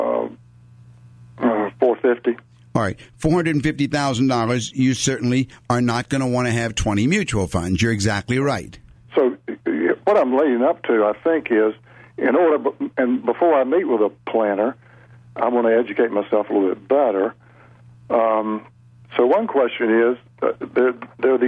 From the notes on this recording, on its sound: Financial planning call-in show.